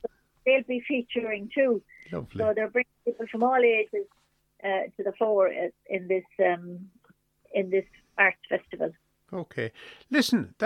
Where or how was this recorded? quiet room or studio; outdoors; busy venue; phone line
phone line